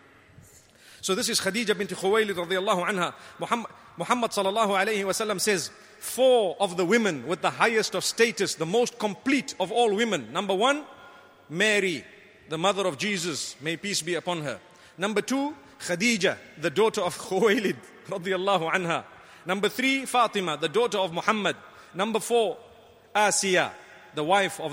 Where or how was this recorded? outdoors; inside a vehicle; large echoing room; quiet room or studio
large echoing room